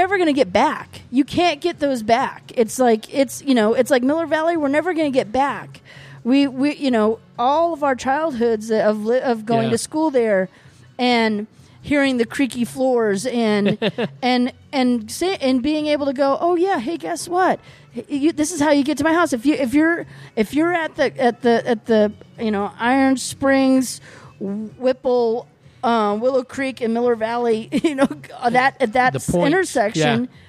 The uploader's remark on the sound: Recorded at Marks Beer Garden in Prescott. Recorded at Marks Beer Garden in Prescott.